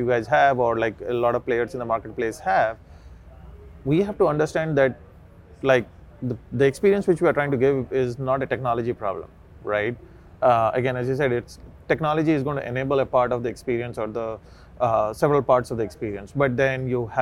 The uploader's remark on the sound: This podcast was recorded live at the FSTEC 2023 in Dallas.